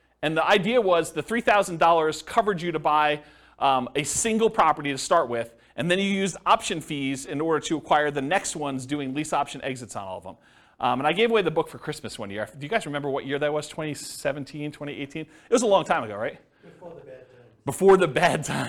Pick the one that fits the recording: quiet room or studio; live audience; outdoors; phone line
live audience